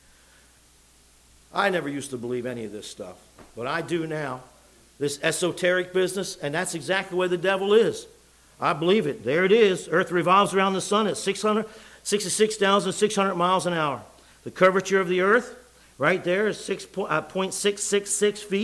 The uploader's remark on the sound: It was preached in the evening service